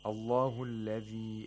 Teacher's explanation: We all know that Allah, the first letter has to be pronounced with a fatha whenever it's the first word that we are pronouncing. And so the lam also is pronounced with taghlil, with thickness